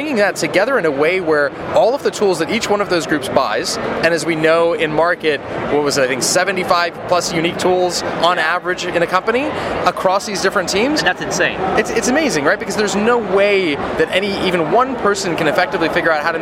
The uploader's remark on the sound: At day 2 of re:Invent 2018 I tracked down. At a developer/builder focused cloud conference.